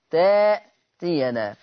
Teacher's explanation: وقرأ ورش بإبدال الهمز الساكن في تأتينا